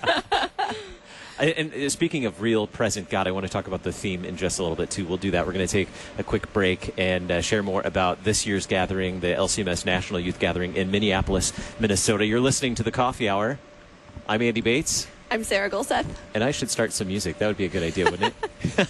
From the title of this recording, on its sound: Live from LCMS #NYG2019